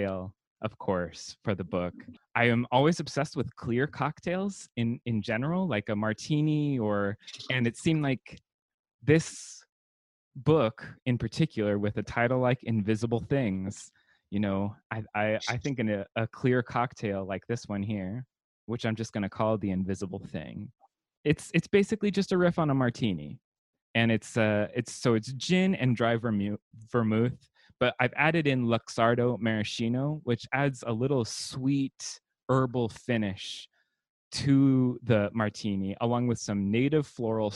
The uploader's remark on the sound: launches into the Damn Library Zoom Zone